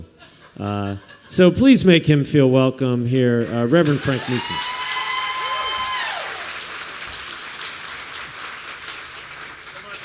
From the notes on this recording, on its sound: at the Richmond Folk Festival on October 11, 2014.